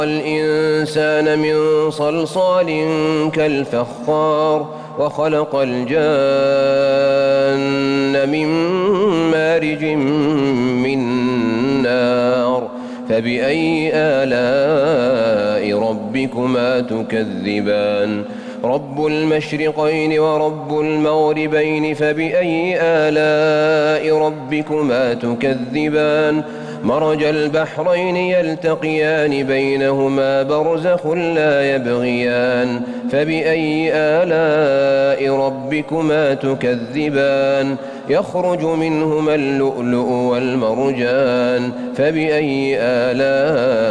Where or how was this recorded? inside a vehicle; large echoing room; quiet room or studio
large echoing room